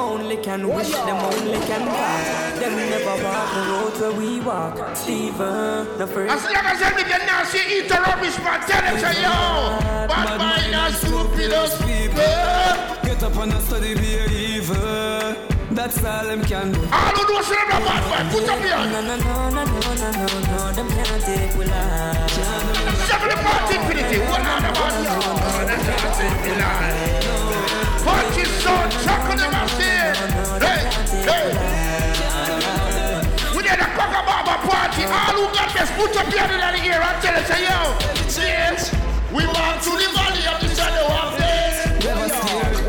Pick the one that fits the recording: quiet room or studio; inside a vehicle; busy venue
busy venue